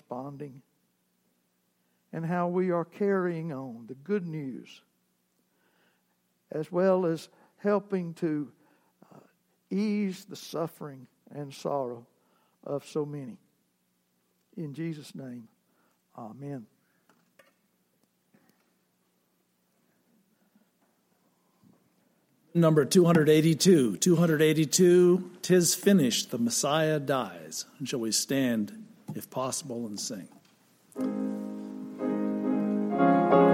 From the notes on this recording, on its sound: Worship service segments recorded on Palm Sunday, April 14, 2019